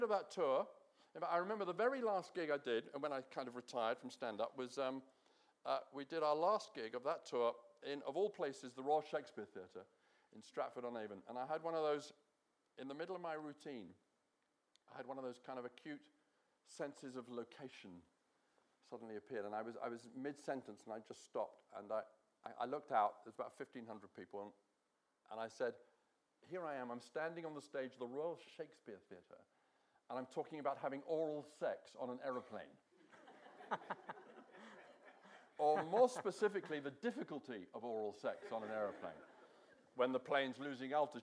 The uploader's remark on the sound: This is a recording of a live Platform event from February 2013.